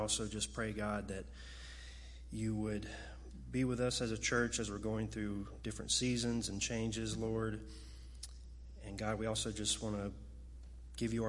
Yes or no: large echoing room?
yes